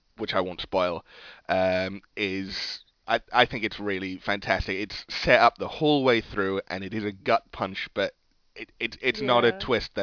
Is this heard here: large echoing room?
no